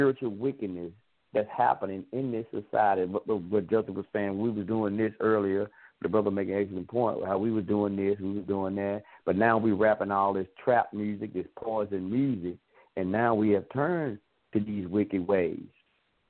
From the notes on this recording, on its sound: It's open line phone conversations on a Friday night.